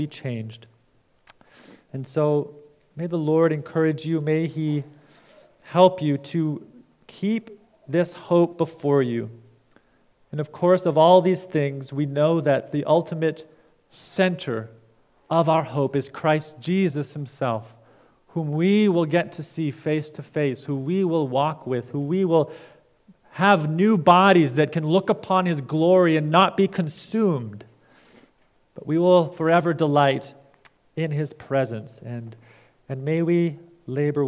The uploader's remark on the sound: preached at Fairview Cornerstone